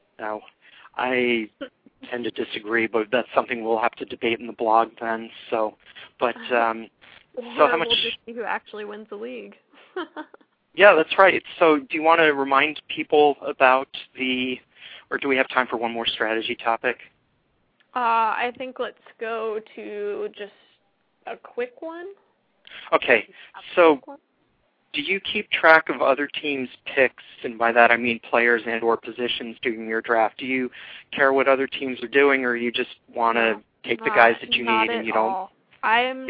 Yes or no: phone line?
yes